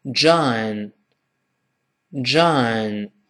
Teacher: 这个 John 也是个美式发音，前面发啊，后面加 n